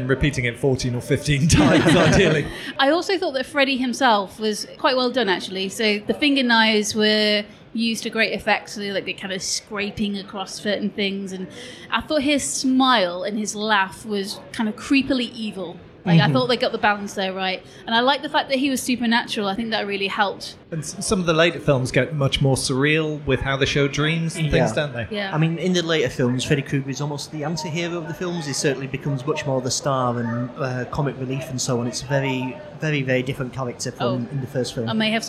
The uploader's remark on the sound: We’re live and direct from Newcastle Fright Fest this episode. Pod in public.